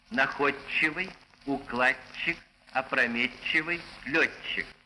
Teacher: Группы ДЧ и ТЧ произносятся как двойное Ч.